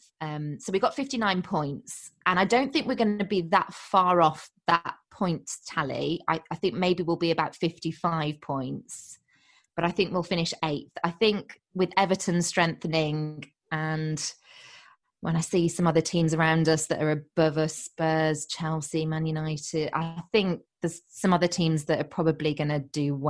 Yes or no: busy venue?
no